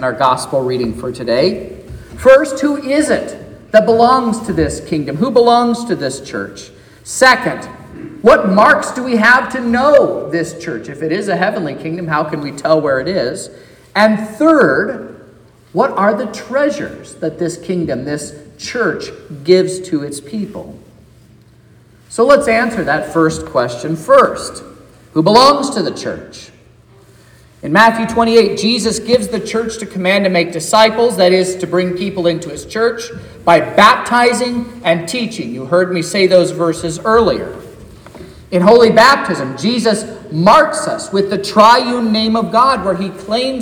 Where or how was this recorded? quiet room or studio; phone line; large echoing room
large echoing room